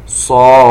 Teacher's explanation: مد لازم حرفي مخفف، حرفي لأنه في حرف، مخفف لأنه جاء بعد حرف المد حرف ساكن